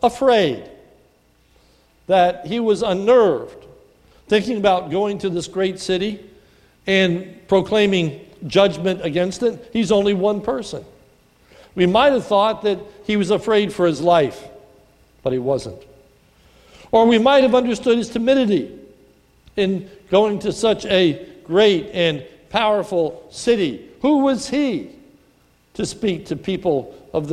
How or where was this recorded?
large echoing room